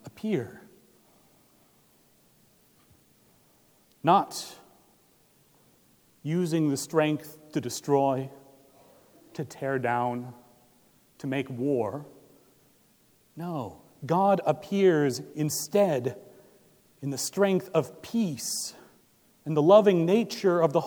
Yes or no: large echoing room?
yes